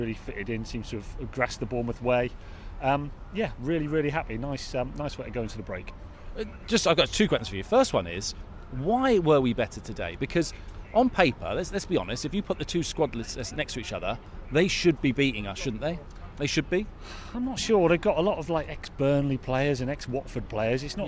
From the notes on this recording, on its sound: recorded at the Pear at Parley